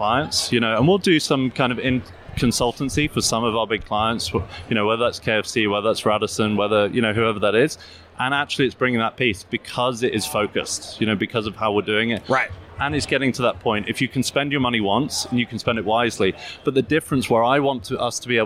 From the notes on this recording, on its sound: Live from UNLEASH America in Las Vegas